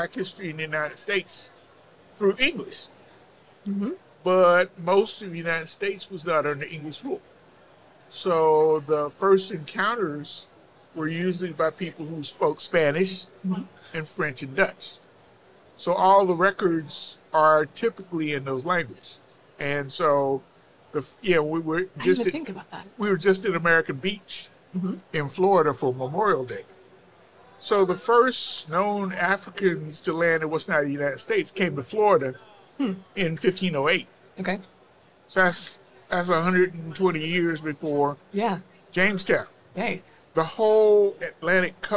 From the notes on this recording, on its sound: From the Expo floor at the 2023 American Institute of Architects (AIA) Convention.